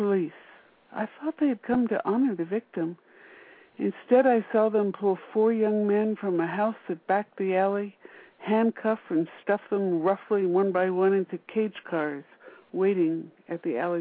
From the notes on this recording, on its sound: live callers from Oakland, CA, Washington, DC, Calabasas, CA, Sonoma, CA, Toluca Lake, CA and Poughkeepsie, NY